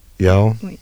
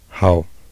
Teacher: Central approximant and glottalic H.